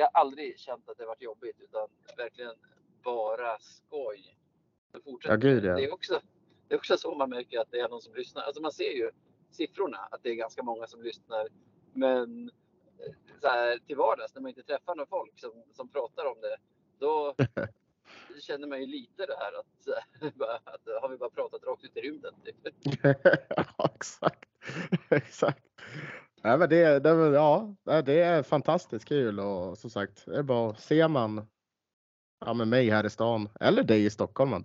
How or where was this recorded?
inside a vehicle